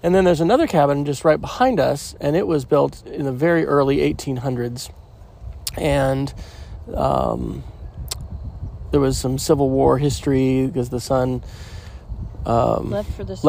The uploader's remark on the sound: recorded at Anne Springs Close Greenway in South Carolina, just outside Fort Mill